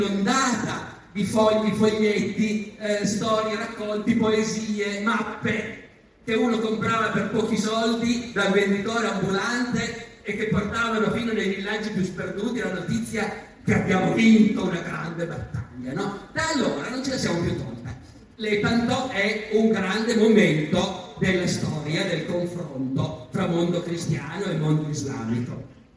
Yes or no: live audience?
yes